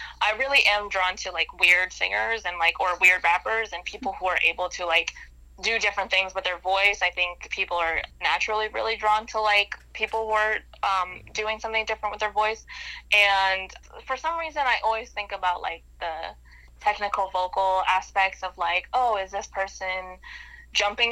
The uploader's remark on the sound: joins us over the phone